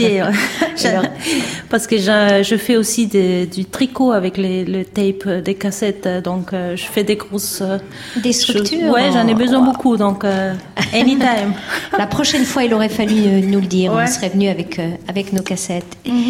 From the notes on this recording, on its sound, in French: A l'Improviste Hors les murs au Théâtre de l'Alliance française. Enregistré en public.